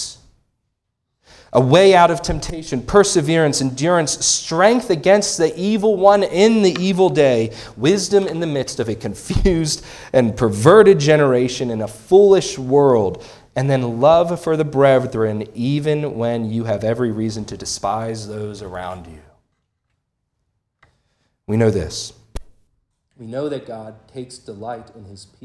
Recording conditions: large echoing room